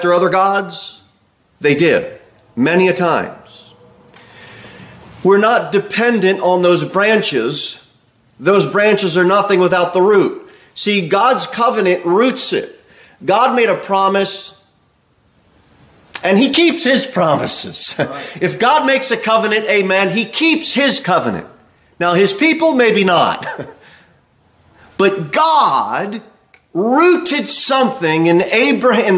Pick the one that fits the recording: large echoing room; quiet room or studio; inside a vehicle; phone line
large echoing room